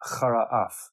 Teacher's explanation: chara and af can be run together because the ending sound of chara, the beginning sound of af, is the same sound